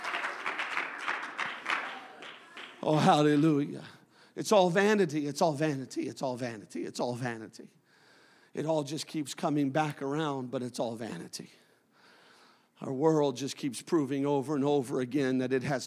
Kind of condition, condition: setting, large echoing room